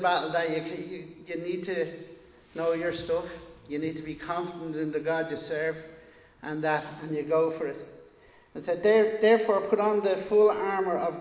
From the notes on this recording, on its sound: Recorded live in Liberty Church on 12 June 2022